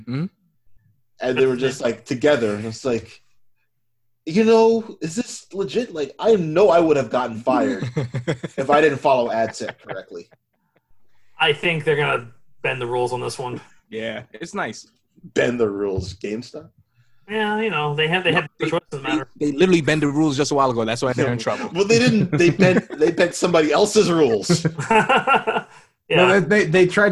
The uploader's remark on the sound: We're in the middle of lockdown central. This is the audio recorded from a video session we did, so you'll hear references to visual stuff.